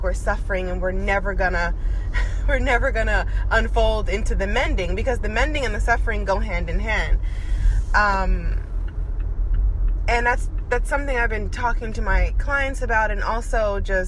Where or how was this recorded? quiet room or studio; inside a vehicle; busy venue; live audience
inside a vehicle